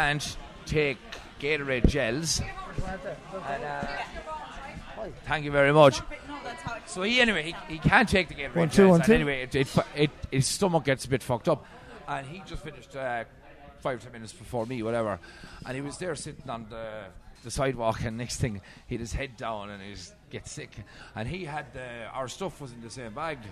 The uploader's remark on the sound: This episode was recorded in Peter Dillon's on 36th in Midtown Manhattan in New York City.